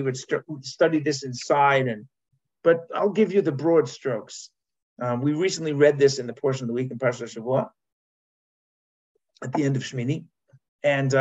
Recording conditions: video call